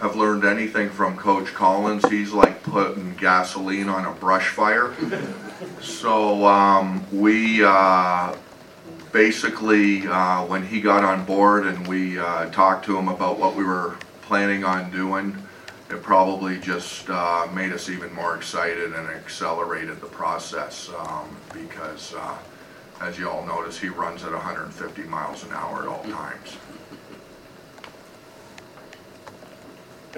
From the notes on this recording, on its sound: Mercedes-Benz Stadium Press Conference.